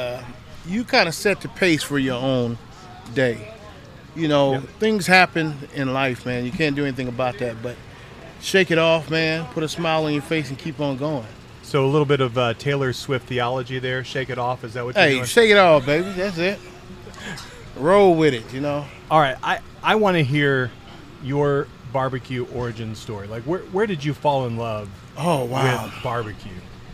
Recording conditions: busy venue